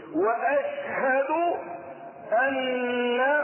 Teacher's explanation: وفيها النون المشددة فتأخذ الغنة بمقدار الحركتين